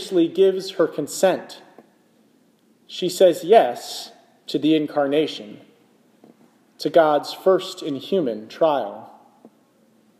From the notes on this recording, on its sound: This is a sermon I preached in the chapel at the Clinical Center of the National Institutes of Health in Bethesda, MD, on December 24, 2017.